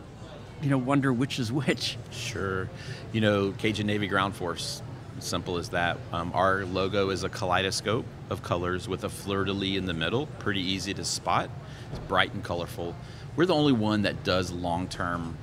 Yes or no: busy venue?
yes